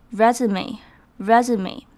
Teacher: 履历表的英文 resume 其实是法文来的字，里面的 s 要发成 z 的声音